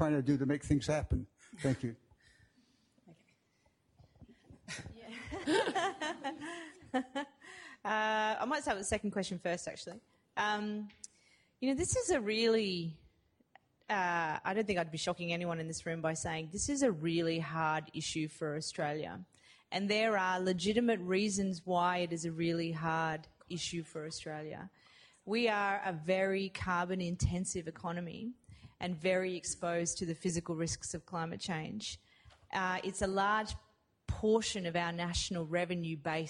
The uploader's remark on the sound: This event, part one of the Business Making of Climate Change series, brings together investors, lawyers and academics as they consider these questions. This event was held at the University of Sydney on Wednesday 22 May, 2019.